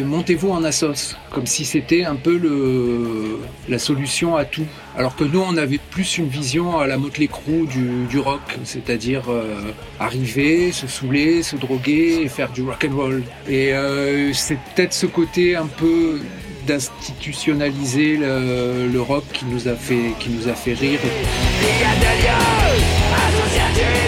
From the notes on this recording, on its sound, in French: Un audiotour du Mercantour, une marche avec les Randonneurs Nues de Provence. Une rencontre dans la montagne avec le gardien de la Mourra.